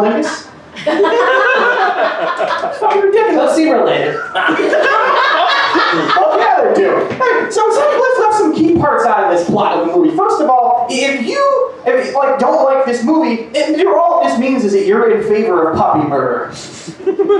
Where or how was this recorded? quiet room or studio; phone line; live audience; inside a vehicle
live audience